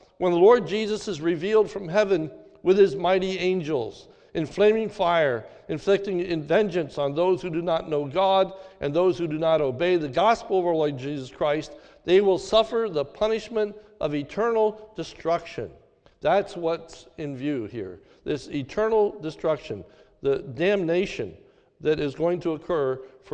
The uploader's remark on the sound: This is a sermon recorded at the Lebanon Bible Fellowship Church in Lebanon, PA during the New Year’s Eve service on 12/31/2021